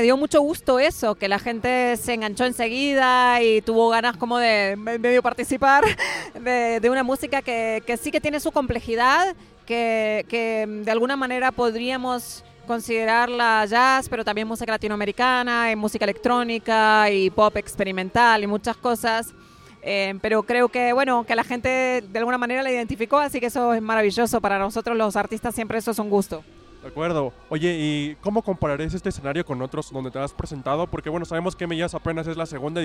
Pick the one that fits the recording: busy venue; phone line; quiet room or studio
busy venue